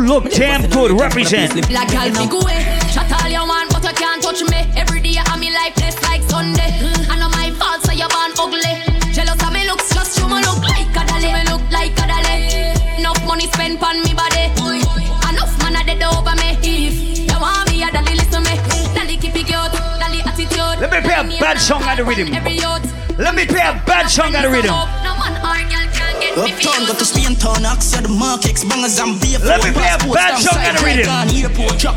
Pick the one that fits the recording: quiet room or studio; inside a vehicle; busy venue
busy venue